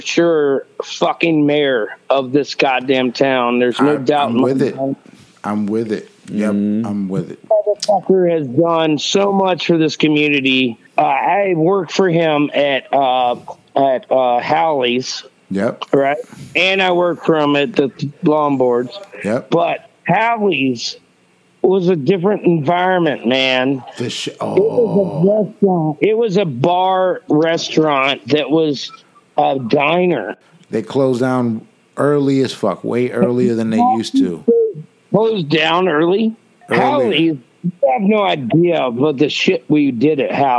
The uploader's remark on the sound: Doing this interview over the phone. While he is at the bar!